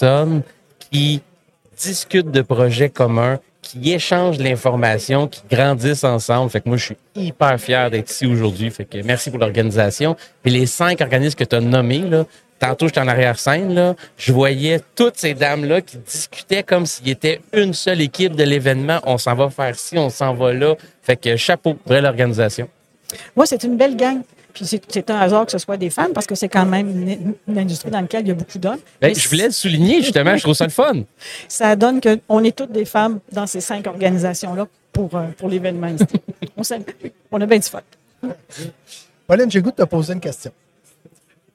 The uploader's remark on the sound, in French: En direct du Transal Saguenay